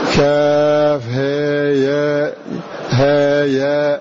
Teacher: فيقرأ نافع الهاء والياء بالتقليل في فاتحة مريم · Term: تقليل بين بين